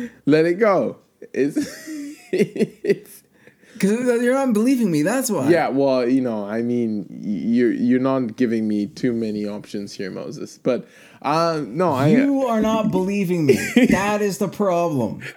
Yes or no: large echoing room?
no